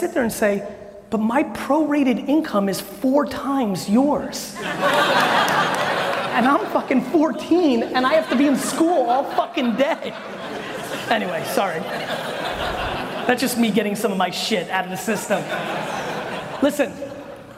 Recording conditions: live audience